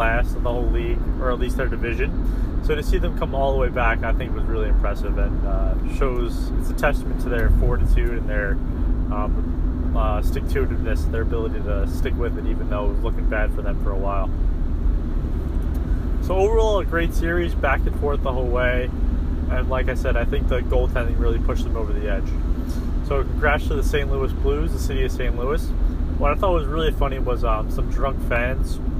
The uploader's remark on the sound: Podcast in a Car